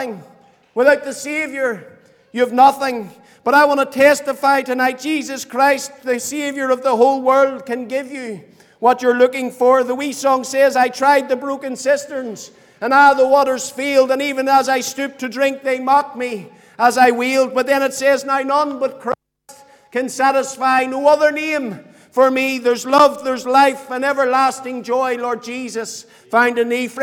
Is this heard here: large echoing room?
yes